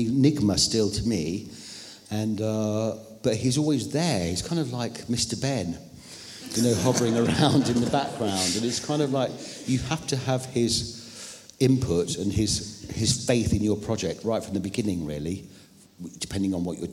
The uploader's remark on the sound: They were talking in front of an audience